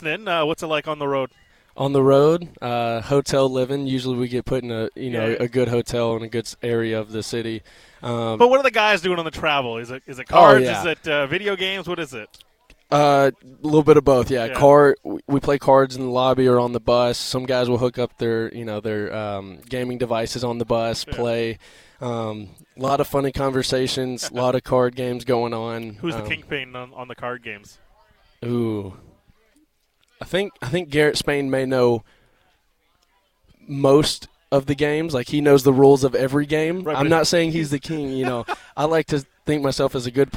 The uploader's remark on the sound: Live From Nat Bailey Stadium